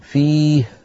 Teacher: لأني باعدت بين الوترين فخرجت كمية كبيرة من الهواء وتدفقت ولم يخرج صوت هاء واضح